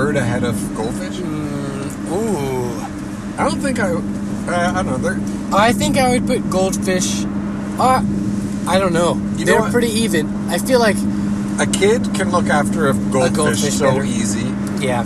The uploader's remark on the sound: Recorded in the car during a cross country trip